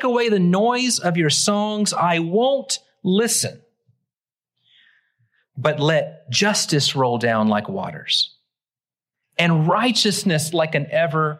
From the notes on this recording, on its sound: Originally preached at the West Side Church of Christ (Searcy, AR) on July 2, 2023.